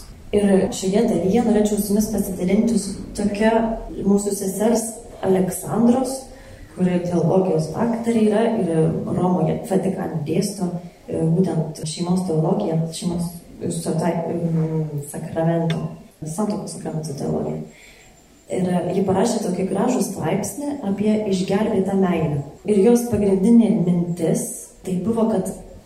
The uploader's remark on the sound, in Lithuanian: Įrašas iš šeimų festivalio.